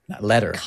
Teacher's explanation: I'm ending it with a vowel sound and I'm not rhotically sticking a r letter · Term: rhoticity